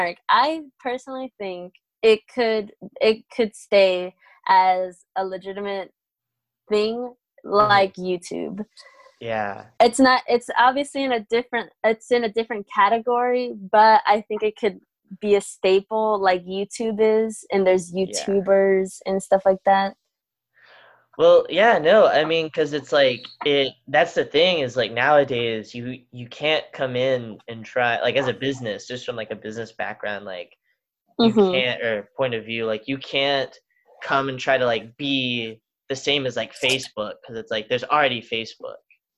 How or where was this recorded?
video call